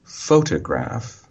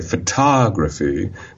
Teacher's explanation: T takes up almost no time, and in fact, we've changed the shape of the mouth to make it more relaxed. If we change the stress and we say photography, then suddenly the tog syllable lengthens. It actually opens up in terms of the mouth shape as well.